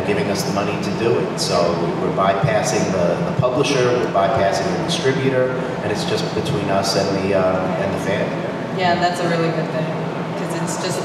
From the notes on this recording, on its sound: London Comic Con 2018 Panel.